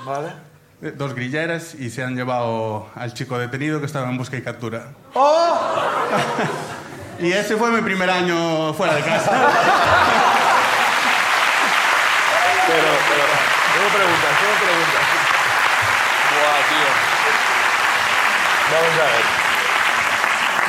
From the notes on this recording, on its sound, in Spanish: La Ruina desde A Coruña. El público de A Coruña nos cuentan.